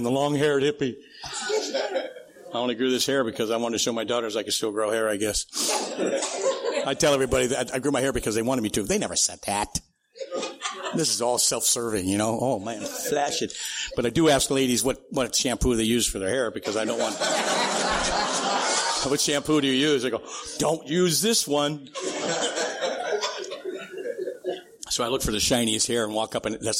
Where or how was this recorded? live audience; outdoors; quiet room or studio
live audience